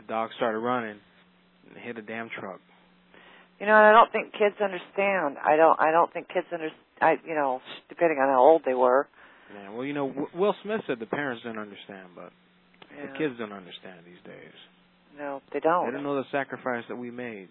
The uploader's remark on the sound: Prank Phone Calls